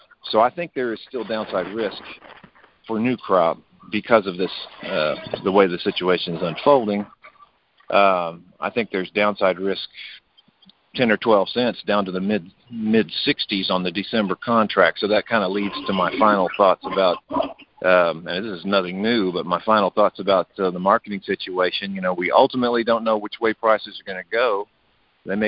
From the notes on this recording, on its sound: AG Market Network’s Monthly Conference Call On Cotton.